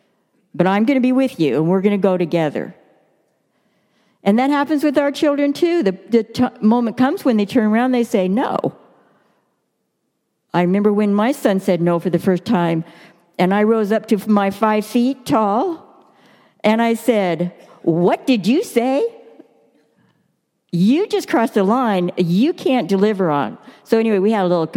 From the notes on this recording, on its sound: Delivered during the Contemporary Worship service.